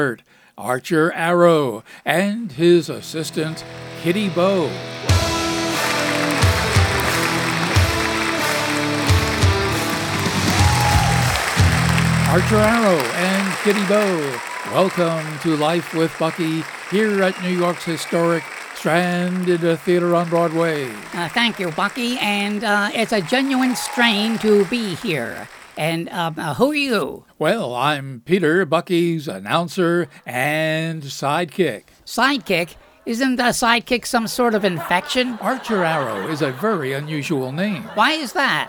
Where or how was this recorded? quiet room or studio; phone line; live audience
live audience